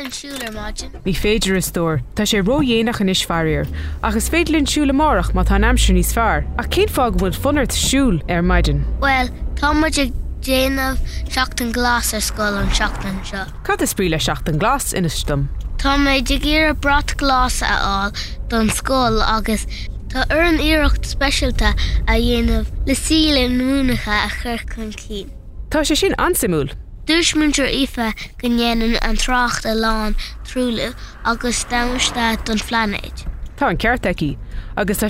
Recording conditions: inside a vehicle